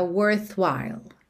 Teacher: o som dessa palavra termina com L, língua lá no céu da boca